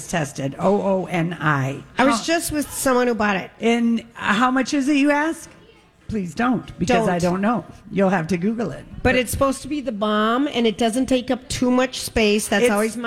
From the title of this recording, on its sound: Live from Gay 90s